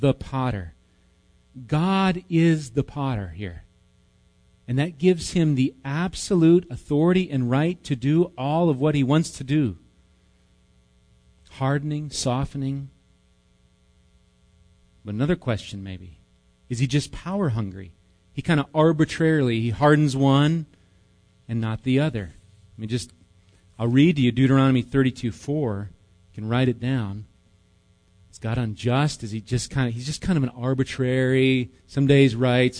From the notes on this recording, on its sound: Recorded live at Bethany Bible Church